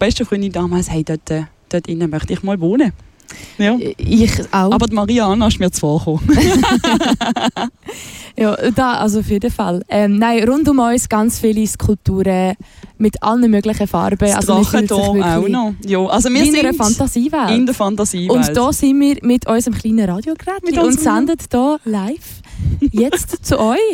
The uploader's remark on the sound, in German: Limmattrail – Begegnungen entlang der Limmat: Bruno Weber Park, Dietikon. Deshalb zog unsere Ausbildungsredaktion los und sendete in dieser Woche live vom Ufer der Limmat.